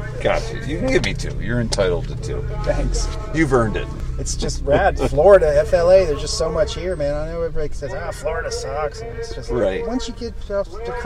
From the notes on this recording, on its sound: Recorded at Swampfest a few weeks back. The last of the Florida recordings.